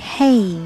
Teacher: 元音 A，要把小一发出来